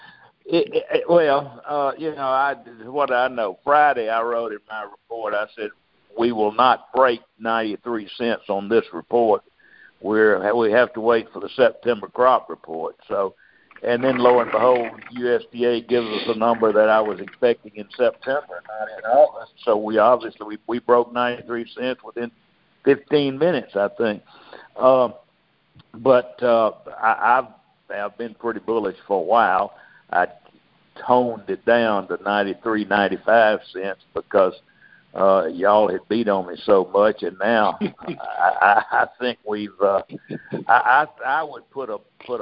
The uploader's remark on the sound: Monthly Conference Call